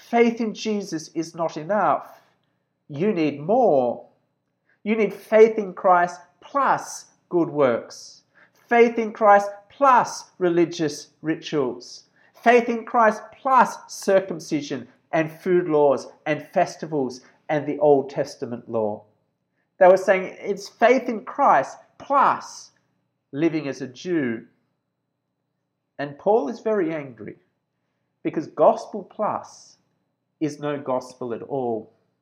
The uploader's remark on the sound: This sermon was preached at Georgetown Baptist Church on 24th January 2021.